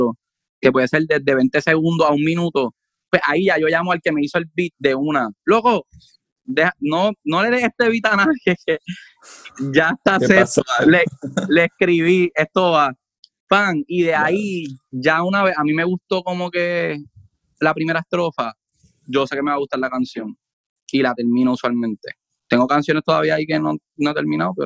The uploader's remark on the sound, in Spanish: hablamos vía Zoom